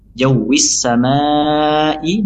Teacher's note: Di sini ada mad tabii bertemu dengan hamzah, ya, dalam satu kata, maka dibaca panjang 4 sampai 6 harokat · Term: mad wajib muttasil